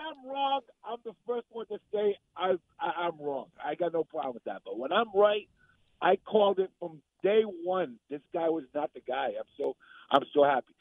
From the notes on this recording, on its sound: take your calls texts and tweets live on the air